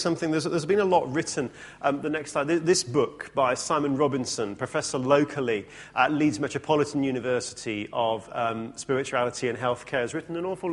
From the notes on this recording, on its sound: From our conference in Bradford in 2009